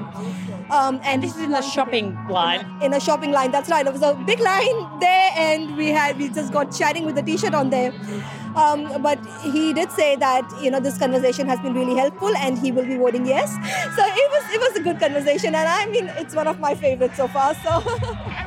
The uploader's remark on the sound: reports from the Now and Forever concert in the regional Victorian town of Shepparton